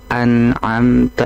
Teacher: Nun itu dari sisi makhraj adalah ujung lidah yang ditempel ke langit-langit atas gitu. · Term: huruf nun